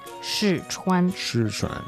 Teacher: 试 is the fourth tone. 穿 is the first tone.